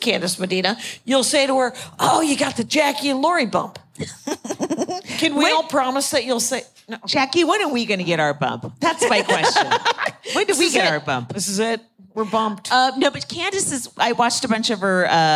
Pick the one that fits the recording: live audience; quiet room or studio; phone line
live audience